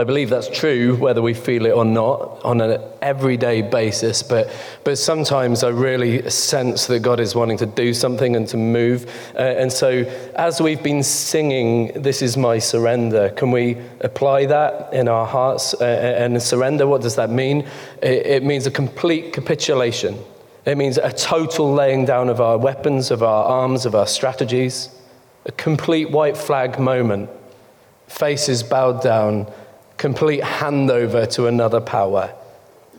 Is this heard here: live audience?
yes